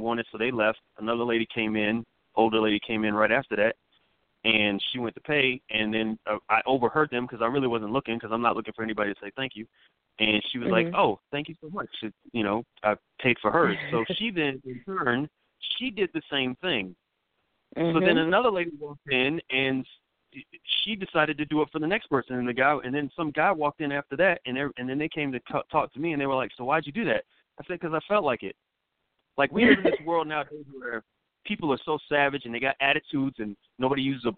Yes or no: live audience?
no